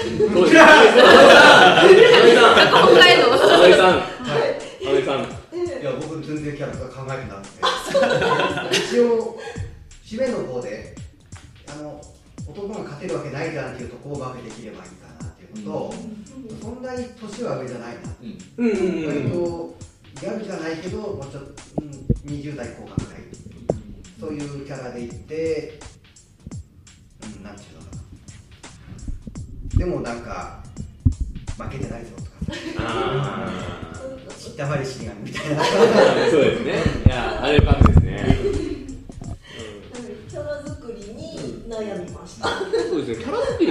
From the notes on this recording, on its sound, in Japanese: 広い部屋でマイク２本しか使っていないため、お聞き苦しい部分が多々ございます。